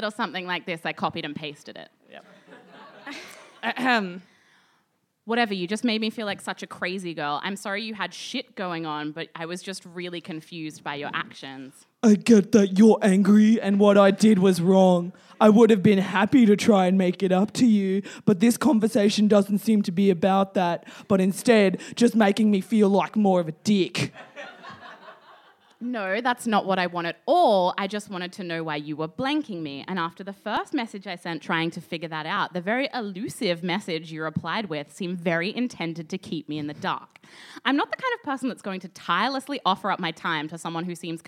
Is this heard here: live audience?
yes